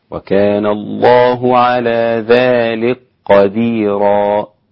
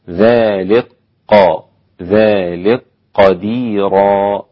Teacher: أدغم السوسي عن أبي عمرو البصري الإدغام الكبير الكاف في القاف، فيكون النطق بها هكذا، وكان الله على ذلك قديرا. أدغمت الكاف في القاف فألغيت الكاف تماما وبقيت القاف. ذلك ذلك قديرا هكذا.